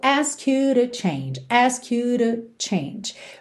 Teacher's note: Muito interessante perceber essa redução de to para r, porque é uma palavrinha de ligação, certo? É uma preposição aí para ligar you e change não é uma palavra que dá significado.